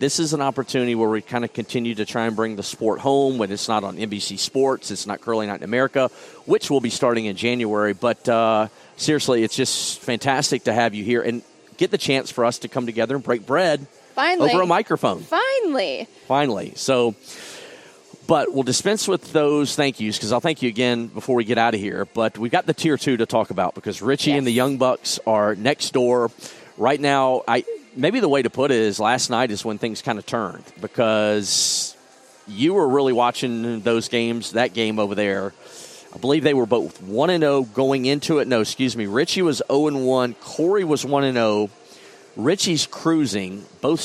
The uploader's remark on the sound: live from the Grand Slam of Curling's Tour Challenge in New Glasgow, Nova Scotia